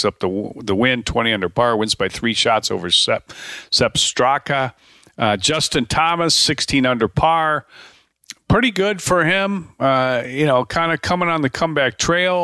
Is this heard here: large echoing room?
no